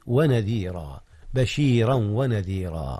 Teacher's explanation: أدغم تنوين بشيرا في الواو التي هي حرف العطف · Term: الإدغام